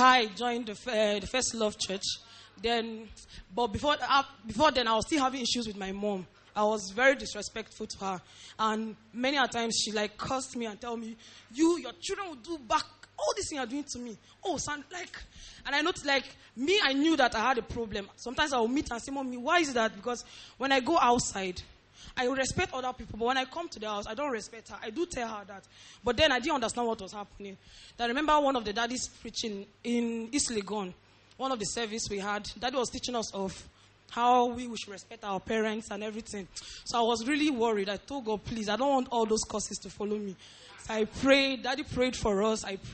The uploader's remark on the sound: Preached at the First Love Church, Wisconsin University.